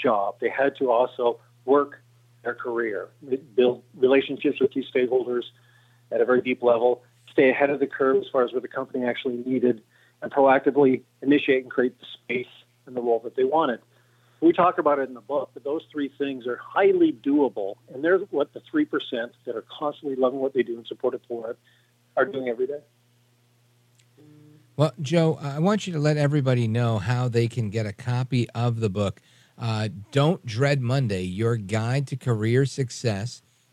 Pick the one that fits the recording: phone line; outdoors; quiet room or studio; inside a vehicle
phone line